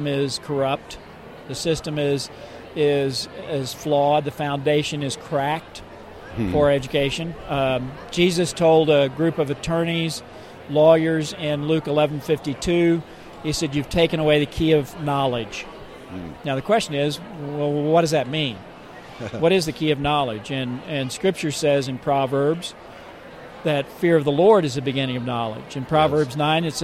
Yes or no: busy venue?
yes